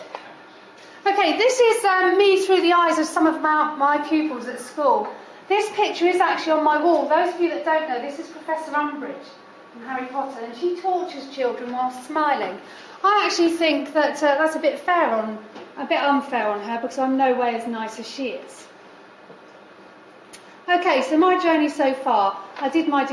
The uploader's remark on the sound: This recording was made during a careers event at the University of Portsmouth.